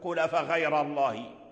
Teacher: فخم الراء وفخم اسم الجلالة